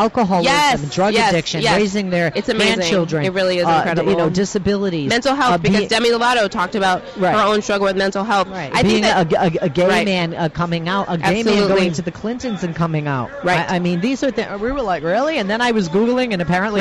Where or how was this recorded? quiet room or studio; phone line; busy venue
busy venue